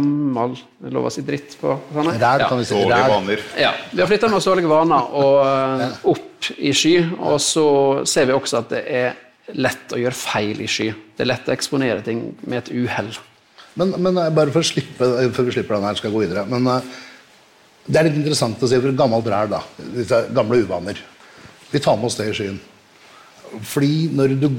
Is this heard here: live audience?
yes